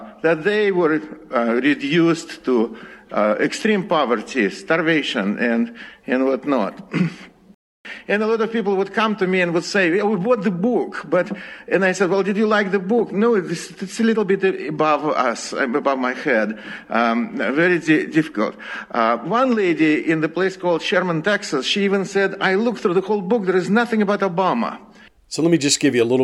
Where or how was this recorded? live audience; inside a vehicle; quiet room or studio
live audience